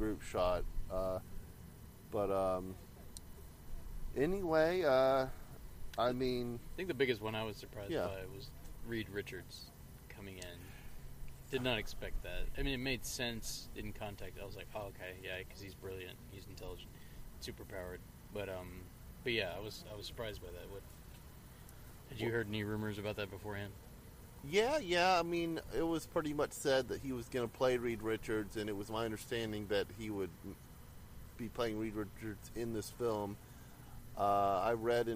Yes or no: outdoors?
yes